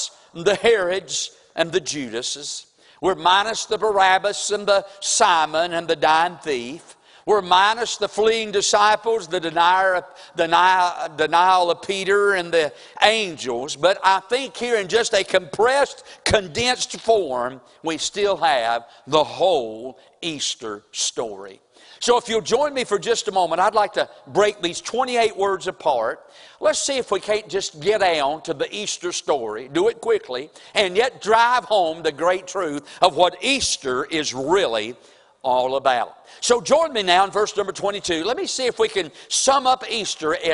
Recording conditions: large echoing room